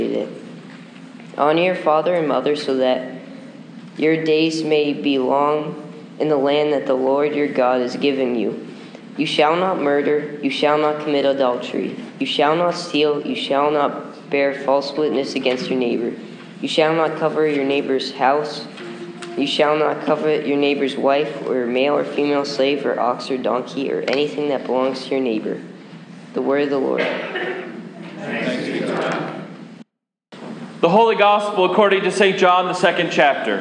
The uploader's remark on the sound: Sermon preached on March 8, 2015 at Faith Lutheran Church in Gardner, MA